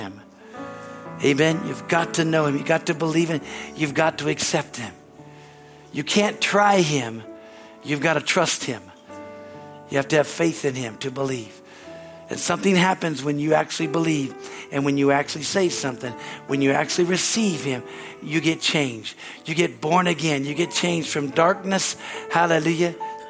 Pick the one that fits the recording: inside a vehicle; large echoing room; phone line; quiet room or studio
large echoing room